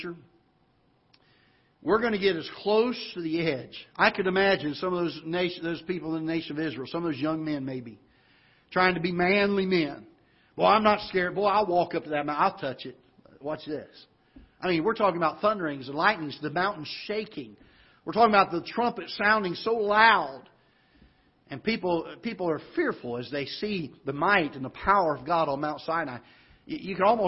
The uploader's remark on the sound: Ketha Heights Baptist Church ~ Live Broadcast